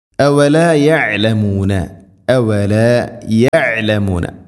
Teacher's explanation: ഐൻ മഖ്റജ് ശ്രദ്ധിക്കണം, തൊണ്ടയുടെ മധ്യഭാഗം. യഅലമൂന, യഅലമൂന എന്നല്ല.